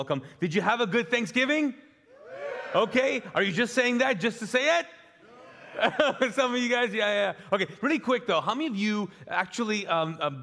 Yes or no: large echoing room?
yes